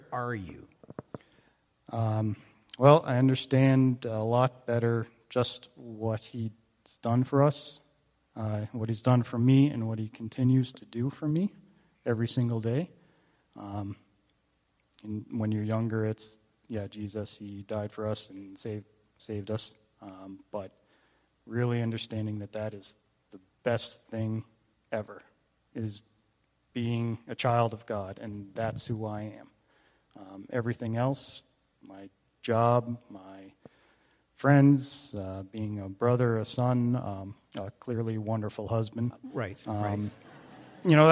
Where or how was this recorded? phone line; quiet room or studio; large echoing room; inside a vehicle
large echoing room